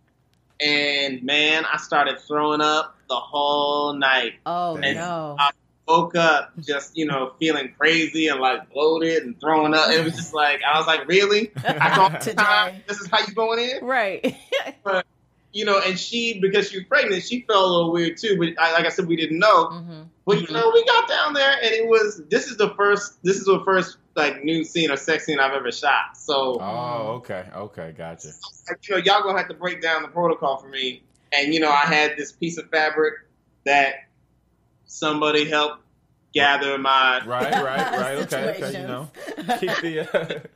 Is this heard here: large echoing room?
no